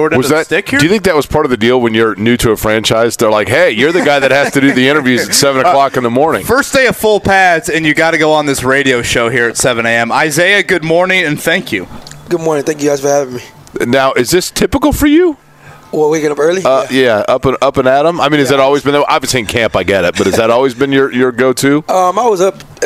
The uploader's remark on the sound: Live at The Drama Club aka Colts Camp! LIVE FROM COLTS CAMP!